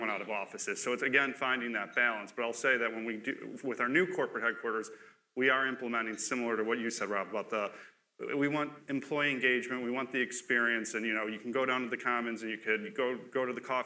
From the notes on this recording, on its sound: Chicago Luncheon Mar 10, 2016. A lively panel discussion.